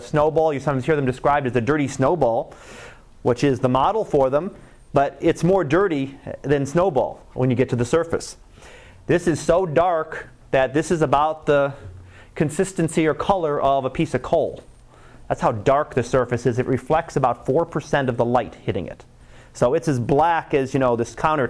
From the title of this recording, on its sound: Live Class Lecture